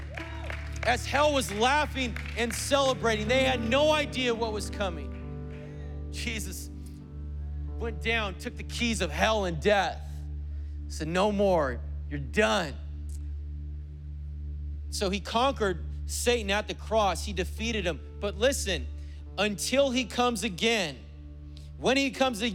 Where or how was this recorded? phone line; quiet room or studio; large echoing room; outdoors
large echoing room